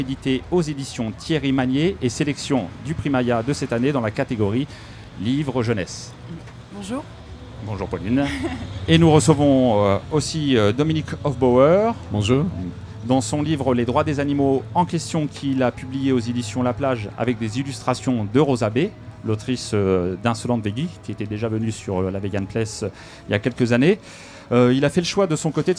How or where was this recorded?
busy venue